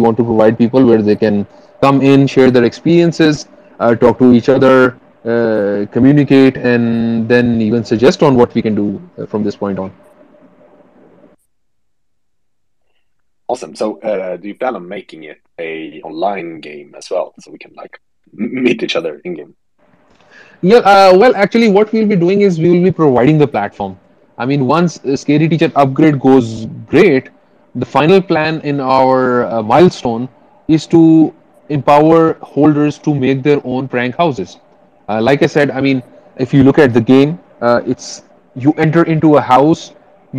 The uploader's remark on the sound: The content in this podcast is a recorded Twitter space hosted on the 2nd of November 2022.